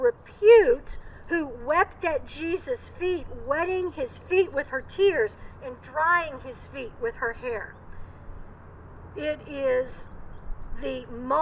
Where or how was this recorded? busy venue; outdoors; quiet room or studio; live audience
outdoors